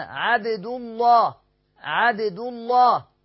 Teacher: الدال مضمومة بعدها اللام مفخمة